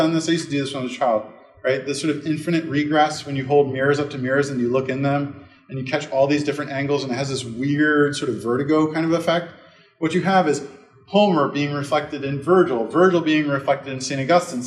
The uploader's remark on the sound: This lecture was given on April 27th, 2023 at Georgetown University.